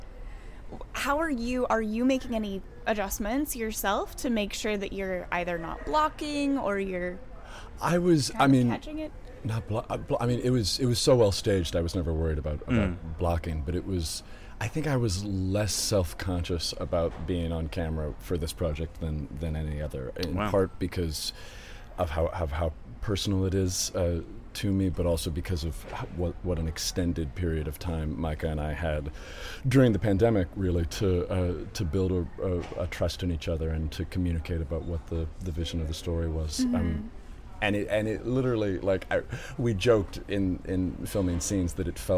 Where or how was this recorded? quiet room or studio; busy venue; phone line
busy venue